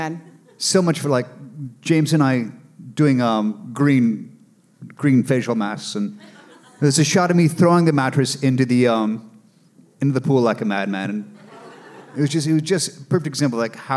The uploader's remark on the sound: LIVE FROM SKETCHFEST. Are joined by hundreds of Psycho's LIVE.